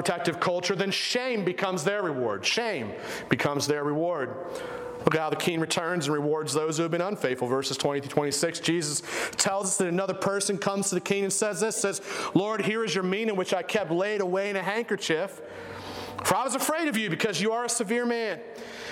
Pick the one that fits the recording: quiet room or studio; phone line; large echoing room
large echoing room